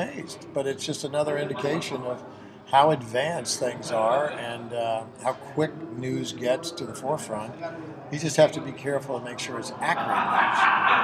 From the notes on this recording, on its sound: recorded around a piano at the Gaylord Opryland Hotel